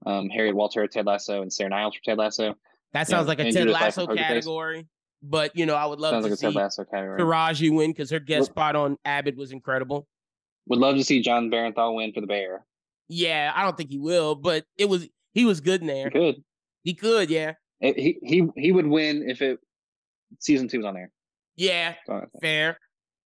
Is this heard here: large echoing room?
no